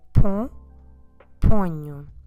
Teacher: So we have to do a ny, ny, ponho. Make sure you stress the first syllable, pon. That O gets a bit nasal because of the proximity with the nasal consonant sound we have afterwards.